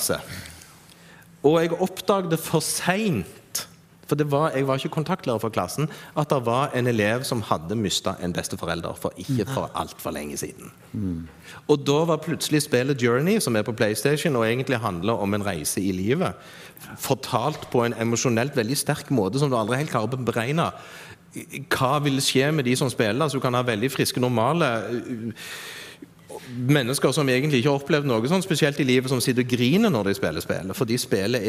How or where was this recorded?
live audience